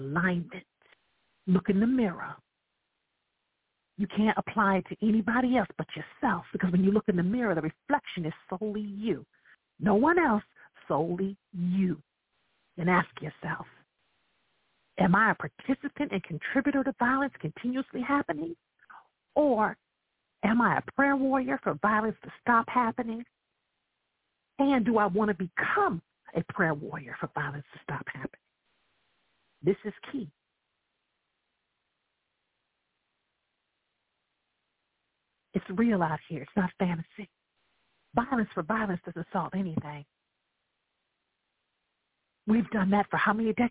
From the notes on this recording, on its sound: I welcome live callers to dial